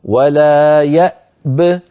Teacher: فإن وقفنا نسكن الباء ونقول ولا يأب، أعيد ولا يأب، فنسكن الهمزة ونسكن الباء مع قلقلتها هكذا ولا يأب، ولنحذر من قلقلة الهمزة التي قبل الباء. يعني ما يقول الواحد ولا يأب يأ هذه قلقلة والهمزة لا تقلقل.